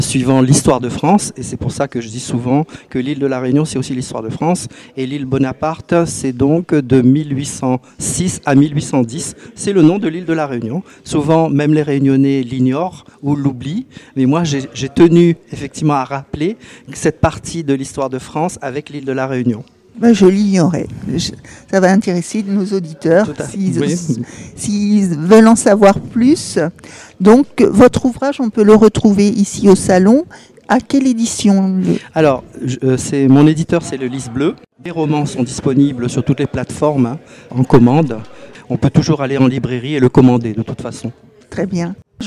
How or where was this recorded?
busy venue